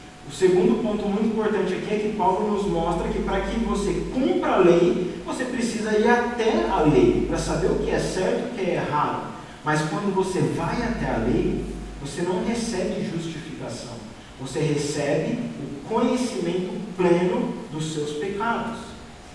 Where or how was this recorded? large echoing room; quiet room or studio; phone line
large echoing room